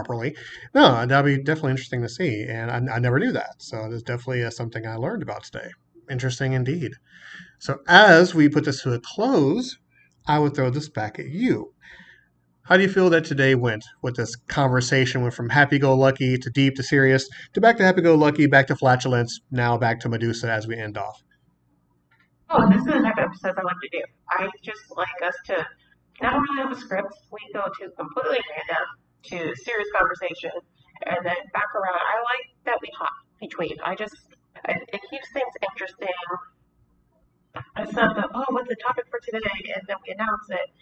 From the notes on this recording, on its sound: WE APOLOGIZE FOR THE AUDIO ISSUES